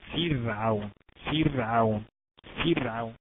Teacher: أي كلمة فرعون في كتاب الله، الراء ترقق · Term: ترقيق الراء